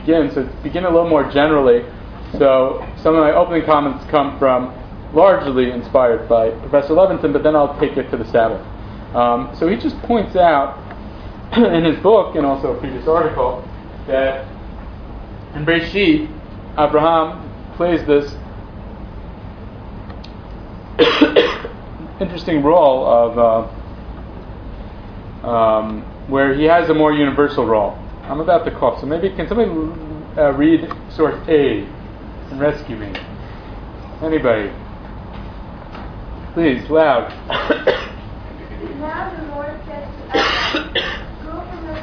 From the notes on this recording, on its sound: This audio was originally recorded on 02/24/2014 as part of Drisha's lecture series on the topic of Judaism and Other Cultures: Influence, Intersection, and Impact .